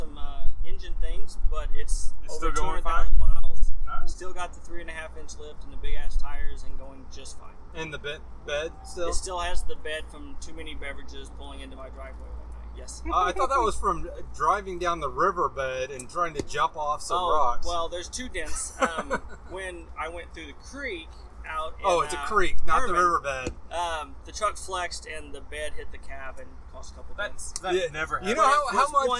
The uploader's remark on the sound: We are live at the Bommarito 500